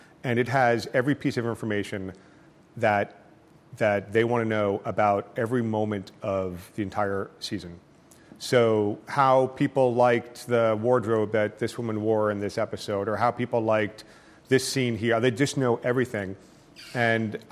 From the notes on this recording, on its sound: In front of a packed crowd in New Haven.